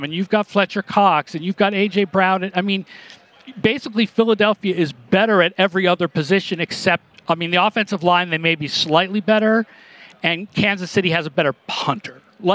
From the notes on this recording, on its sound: live from Radio Row in Arizona!